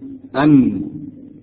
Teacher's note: طرف اللسان تحت مخرج اللام قليلا مخرج النون